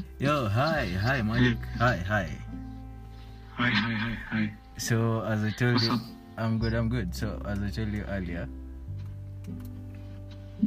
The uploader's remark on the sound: i have a phone conversation with a friend from Rwanda